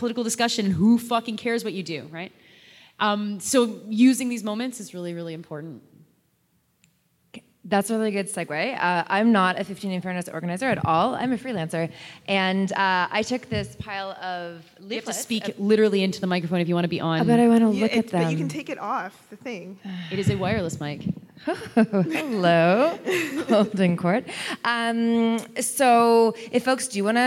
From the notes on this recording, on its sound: live show in Toronto, the audience exchange continues.